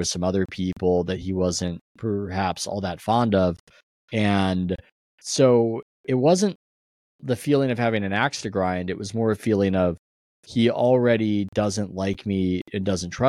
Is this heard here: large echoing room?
no